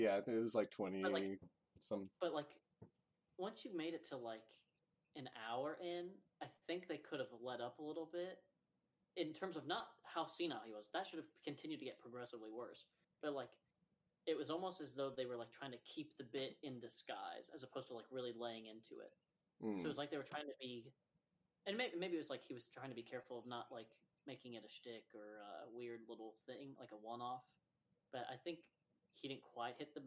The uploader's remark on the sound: Apologies for the low audio.